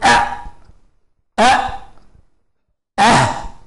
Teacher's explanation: الهمزة والهاء، وهذه تخرج من أقصى الحلق